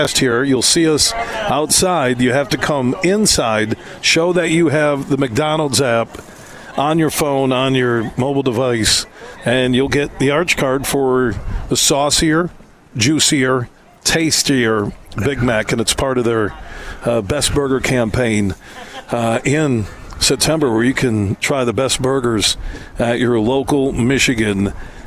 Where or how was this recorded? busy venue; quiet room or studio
busy venue